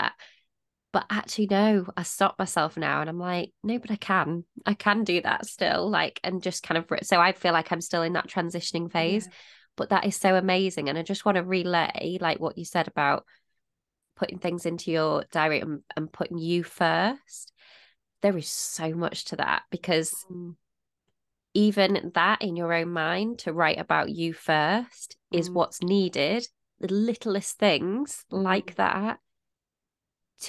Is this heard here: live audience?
no